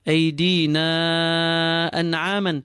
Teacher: This is the mad which is known as the munfasil, the separate mad, the separated secondary mad. We have to pull the alif of aydina, at least double its length.